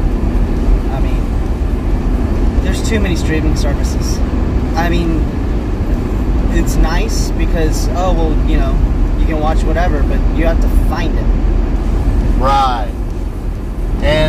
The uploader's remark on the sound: Road to Charlotte. Joins the car ride to Charlotte and we turn on the voice recorder and see what happens.